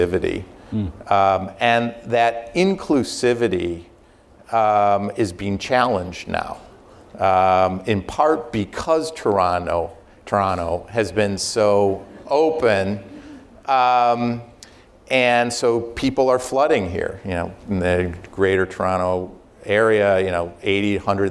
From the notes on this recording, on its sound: live RBCDisruptors event